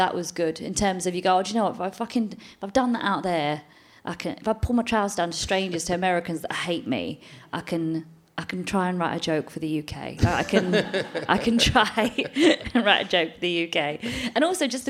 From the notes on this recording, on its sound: chats to a man in the audience